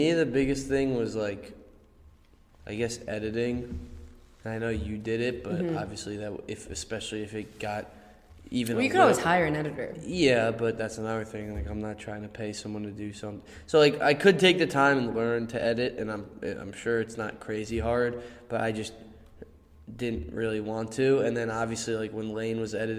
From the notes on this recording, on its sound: The room this was recorded in was not soundproof and had high ceiling